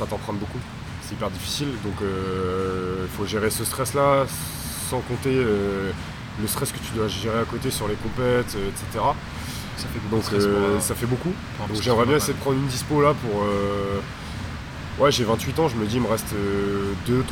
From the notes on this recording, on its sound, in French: Les bruits de fond sont les ergos, les wods, la musique... On est dans une Box de Crossfit (Crossfit Tanka)!!